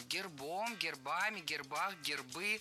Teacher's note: В этом слове при склонении ударение переносится на окончание. Поэтому гербом, гербами, гербах, гербы.